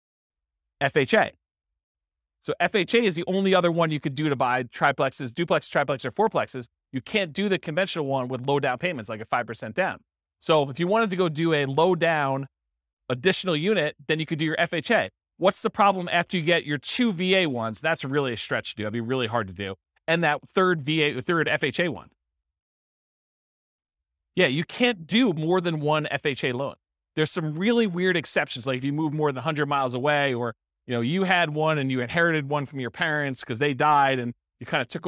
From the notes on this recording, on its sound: This was a live class recorded